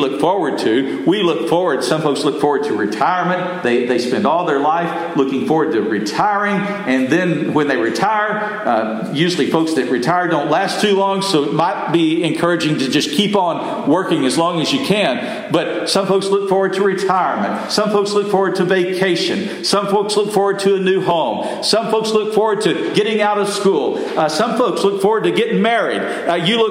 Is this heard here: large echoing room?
yes